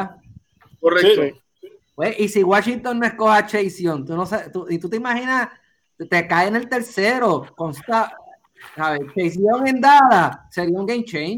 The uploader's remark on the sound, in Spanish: Ahora con todo el panel en cuarentena por el COVID19, pudimos usar la tecnología de Work From Home para traer este Mega Podcast.